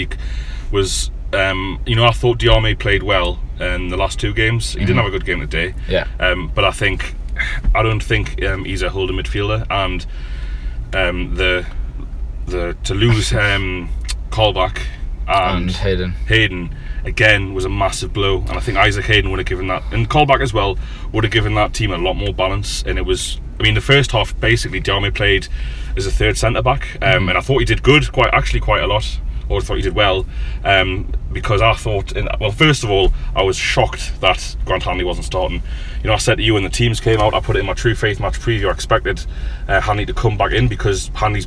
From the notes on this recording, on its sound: join you from a car park outside of Hillsborough